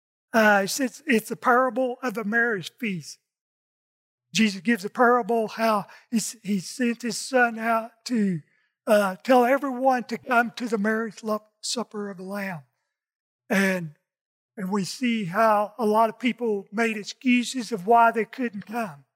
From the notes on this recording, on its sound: In this message from our Sunday service. Recorded from South Gate Fellowship in Duncanville, TX.